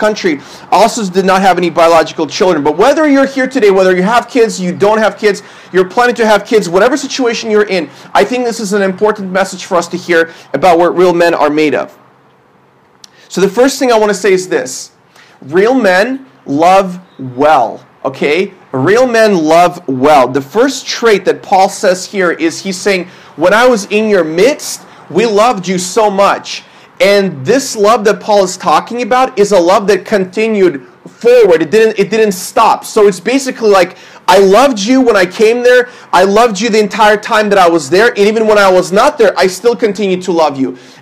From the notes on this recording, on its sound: This is a sermon I preached at my church based on 1 Thessalonians 2:8-22.